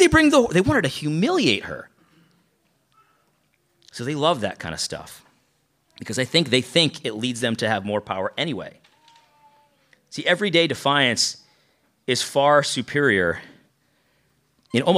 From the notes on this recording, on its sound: lecture from our recent conference